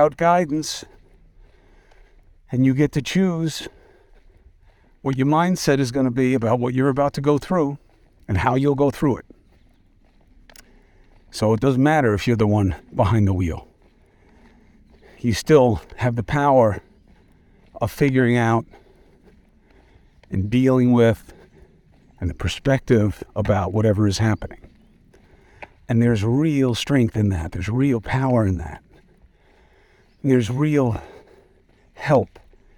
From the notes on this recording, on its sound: Walk and Talk